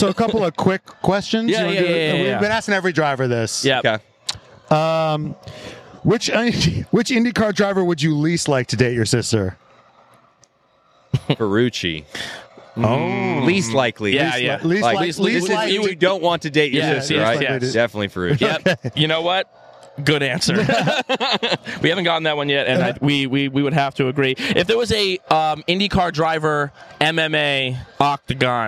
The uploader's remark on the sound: Come to you live from the LITERAL WINNER'S PODIUM AT THE INDY 500! We're looking at the dried milk on the backdrop.